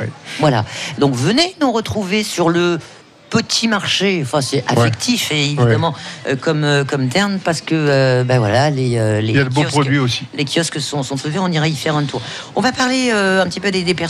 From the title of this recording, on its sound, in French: en direct du plus beau marché de France à Sanary sur mer